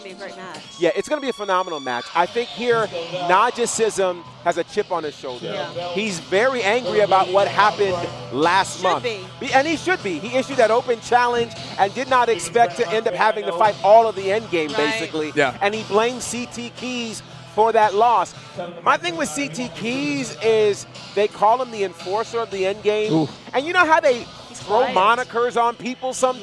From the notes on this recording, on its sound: The LIVE SHW58 Year Of Honor Pre-Show from The Action Building in Canton, Georgia!